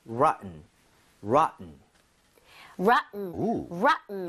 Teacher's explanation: rotten처럼 T 사운드가 굉장히 약화되거든요